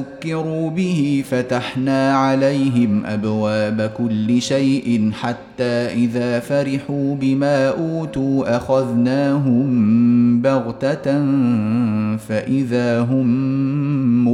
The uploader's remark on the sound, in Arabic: تسجيل مجمع من صلاة التراويح - مسجد السلام بجدة